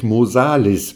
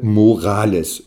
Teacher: gerät ein S zwischen zwei Vokale, so wird es zum R · Term: Rotazismus